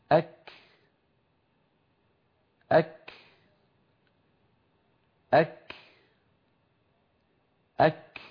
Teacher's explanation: الكاف تبدأ بحبس الصوت خلف المخرج، ومثلنا لحبس الصوت بالأسهم التي ترونها تحصر الصوت خلف المخرج، مخرج الكاف عند الحنك اللحمي والعظمي، ثم مثلنا للهواء والنفس المتدفق بعد حبس صوت الكاف، مثلنا له بهذا الدخان الأبيض الذي ترونه في الصورة. · Term: الكاف الساكنة